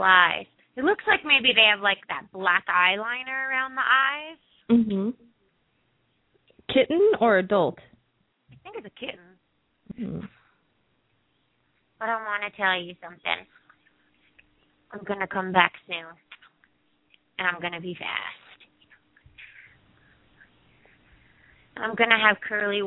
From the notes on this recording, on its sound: Open up the lines for listeners to call.